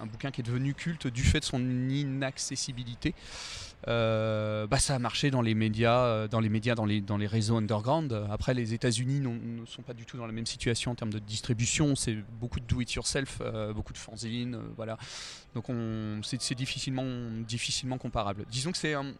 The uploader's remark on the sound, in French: Présent à Saint-Malo lors de la dernière édition du festival Quai des bulles. Confortablement assis le long des quais, accompagné par le chant gracieux des mouettes.